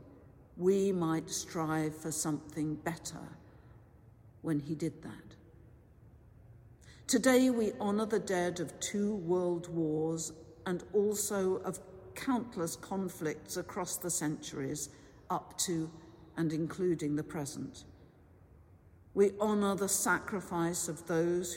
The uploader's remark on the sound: This special service for Remembrance Sunday, 12th November 2023, has been collated from archive live music recordings together with prayers, sermon and readings for the appointed day specially recorded in church and in people's homes. This service is sung by our professional St Bride's Choir who are joined by the St Bride's Orchestra.